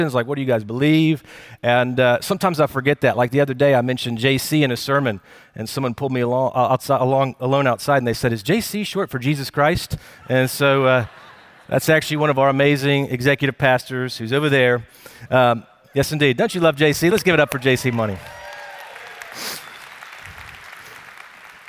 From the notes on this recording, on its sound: Recorded Live at Brookwood Church